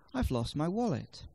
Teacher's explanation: The words which are of most importance are lost and wallet, and they will therefore be stressed. · Term: sentence stress